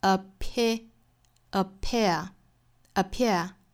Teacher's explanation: 英音的话是两个元音，就是双元音的 a, a, air, air,所以这个音要发 appear, appear, appear.后面的这个 near 也是一样， every time you